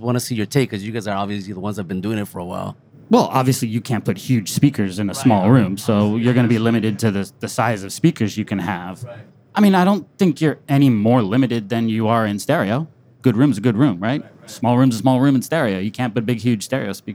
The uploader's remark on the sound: LIVE From NAMM 2024. Live from the PMC Booth at NAMM.